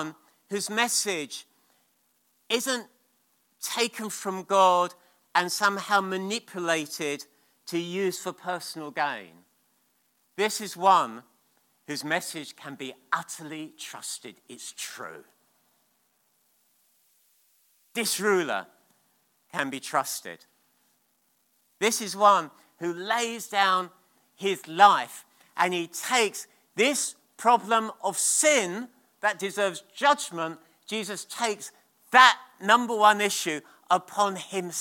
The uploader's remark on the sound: at King's Church, Cockermouth.